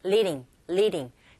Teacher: 모음과 모음 사이의 드 사운드도 트 사운드와 똑같이 알 소리에 가깝게 들리게 되죠. 그래서 leading이라기보다는 leading, leading.